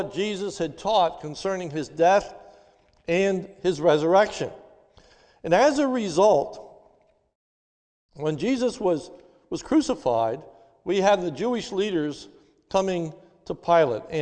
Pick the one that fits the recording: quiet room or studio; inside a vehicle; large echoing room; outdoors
large echoing room